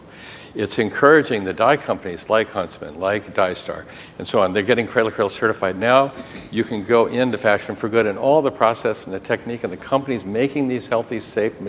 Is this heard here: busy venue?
yes